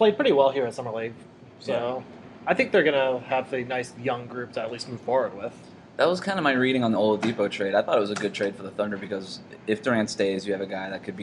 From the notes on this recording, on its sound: broadcast live from Summer League